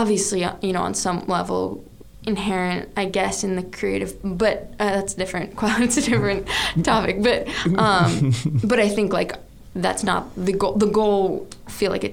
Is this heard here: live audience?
no